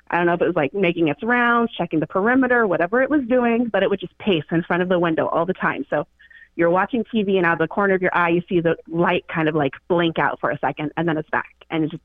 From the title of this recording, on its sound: Listener Phone Call Extravaganza